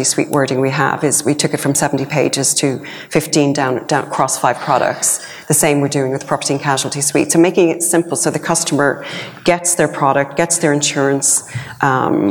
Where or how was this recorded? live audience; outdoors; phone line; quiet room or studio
live audience